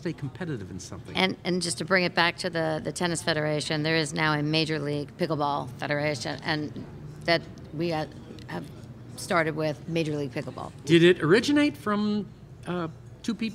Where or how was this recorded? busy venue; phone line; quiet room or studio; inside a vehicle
busy venue